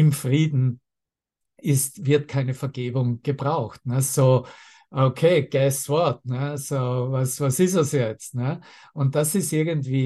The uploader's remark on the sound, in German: Zoom-Session. Veranstaltet von der Aleph Akademie.